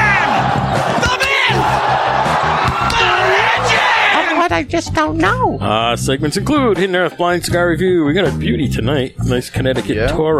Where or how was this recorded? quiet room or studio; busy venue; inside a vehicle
busy venue